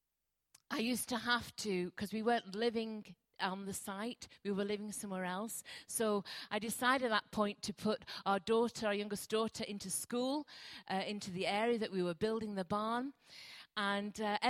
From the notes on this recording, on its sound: Recorded at freedomcentre church, Preston